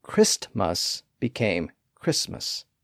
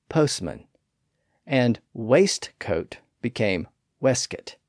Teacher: That T sound was often lost in the transition from the first syllable to the second syllable.